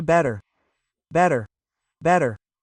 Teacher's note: emphasizing the first syllable, also the soft R